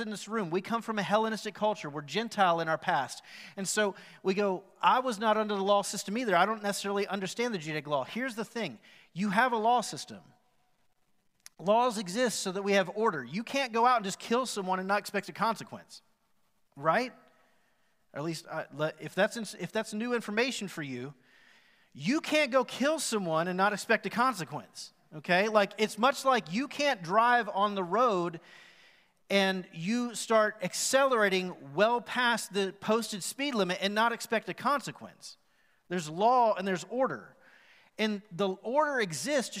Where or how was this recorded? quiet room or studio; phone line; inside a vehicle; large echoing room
large echoing room